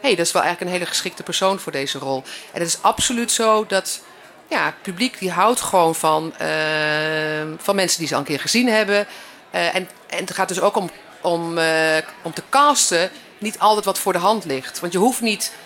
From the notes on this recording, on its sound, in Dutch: Het Ketelhuis is verkast naar het Nederlands Film Festival in Utrecht om daar dagelijks verslag te doen vanaf het filmfront.